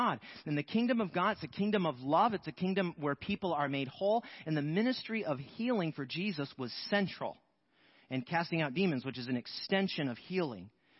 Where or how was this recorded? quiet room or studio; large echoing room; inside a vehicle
large echoing room